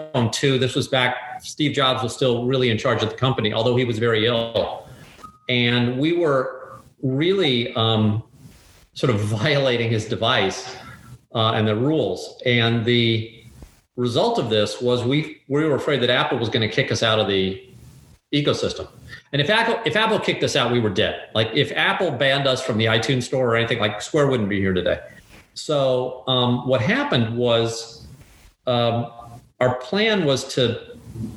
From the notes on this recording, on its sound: Talked to us via zoom from his office in Saint Louis, Missouri.